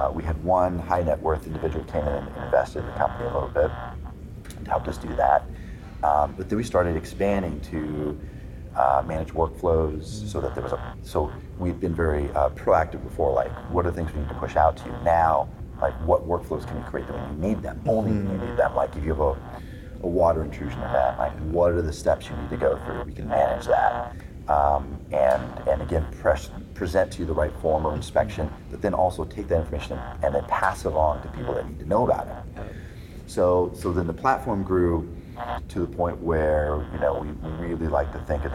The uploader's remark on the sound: LIVE at Optech.